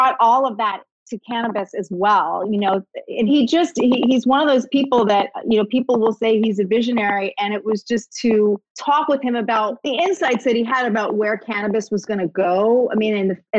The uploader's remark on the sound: Did a live virtual event with The Strand Bookstore.